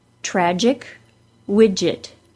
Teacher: The J sound is identical for both spellings. We do not need to add a D sound for the DG spelling. It is just the J sound.